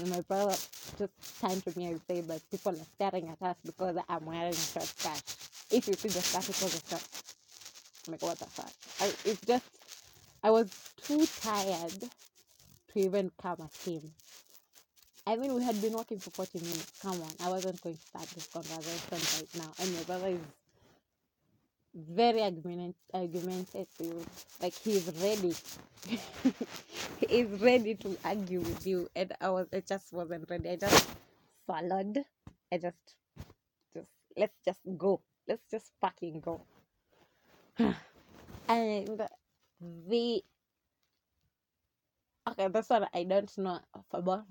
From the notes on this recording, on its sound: Sorry for the background noises.